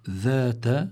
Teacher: مع بقاء الغنة، هيدا بسموه الإخفاء. هلا قوله تعالى ذات، هون الذال هي حرف لثوي، كمان ينبغي للقارئ أنه لا يبدل هذا الذال بحرف آخر وهو الزاي